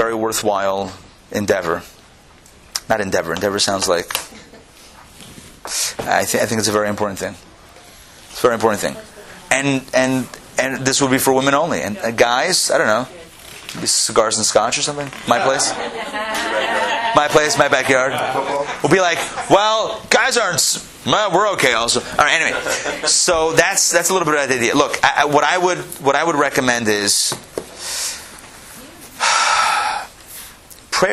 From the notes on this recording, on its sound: Recorded live at Atlanta.